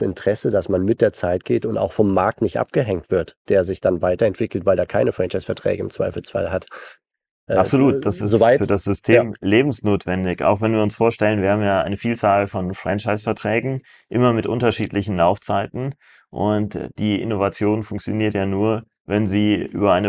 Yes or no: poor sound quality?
no